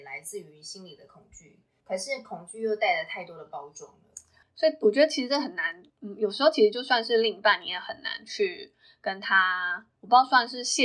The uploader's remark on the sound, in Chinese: 本集音質欠佳，敬請多包涵